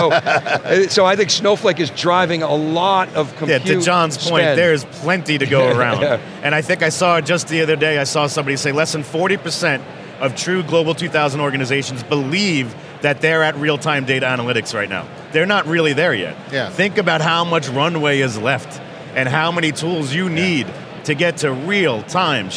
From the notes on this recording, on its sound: live from our coverage of AWS Summit New York 2022